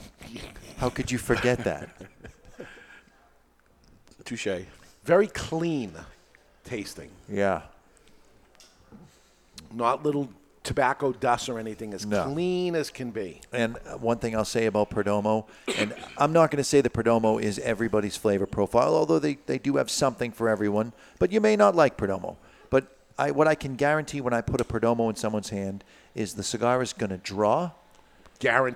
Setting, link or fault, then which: setting, live audience